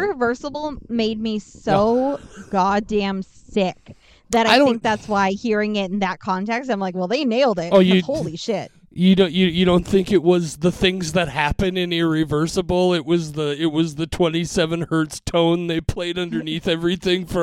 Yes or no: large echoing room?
no